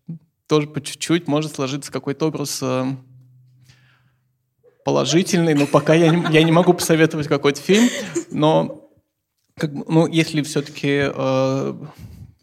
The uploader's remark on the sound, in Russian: В ноябре в рамках фестиваля ИнклюЗИЛ в ЗИЛе прошла открытая запись подкаста. Организация звукозаписи подкаст-студия «ШУМНО».